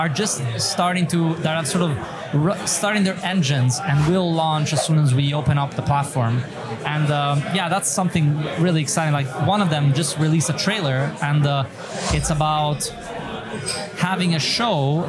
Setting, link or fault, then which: setting, busy venue